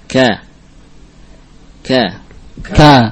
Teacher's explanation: Tatkala kaf mutaharrikah berharokat, maka ada hams yang khafif, ada aliran nafas yang ringan.